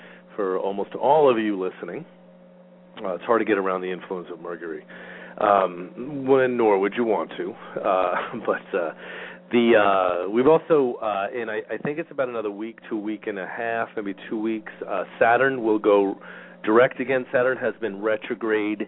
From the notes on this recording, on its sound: Callers may call in toward the end of the live show with questions or comments. We will also open the phone lines today halfway through the show.